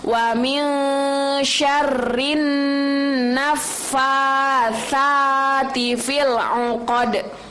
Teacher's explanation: Nah, di situ nun mati maaf, nunnya itu bertasydid. Jadi harus di gunnahnya itu harus ditekan dulu.